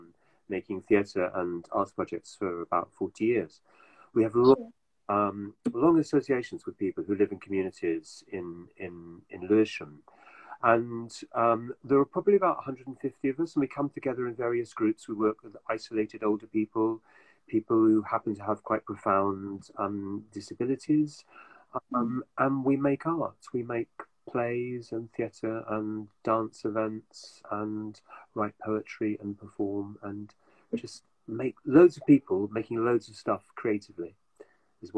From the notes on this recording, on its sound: live on Instagram